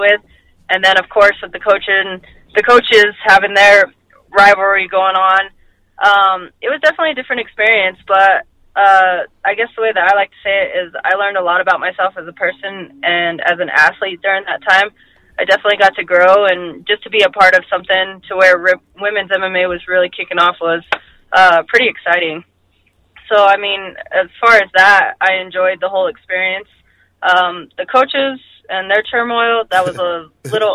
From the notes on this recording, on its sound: a call-in interview